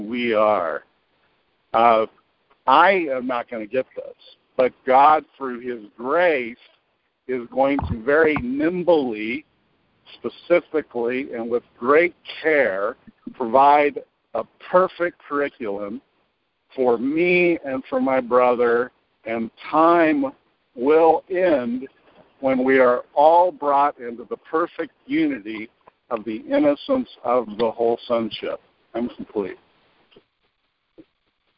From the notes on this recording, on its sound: ACIM Daily TEXT Conference Call